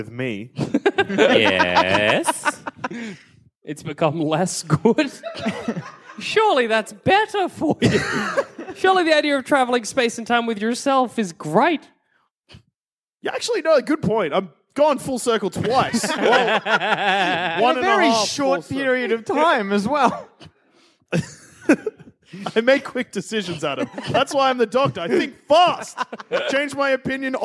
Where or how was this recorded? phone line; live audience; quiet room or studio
live audience